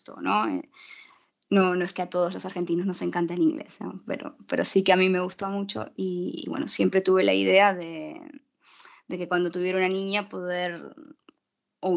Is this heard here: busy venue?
no